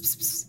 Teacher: this sort of plosive followed by a sibilant ps